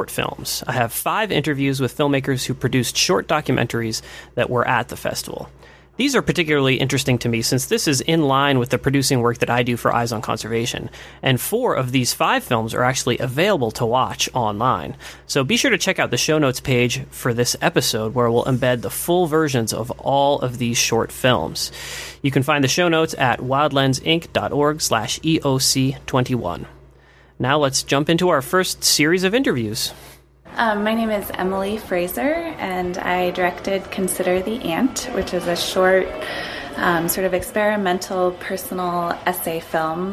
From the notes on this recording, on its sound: Interviews at the International Wildlife Film Festival. Instead of one expert interview we have a series of interviews with a wide variety...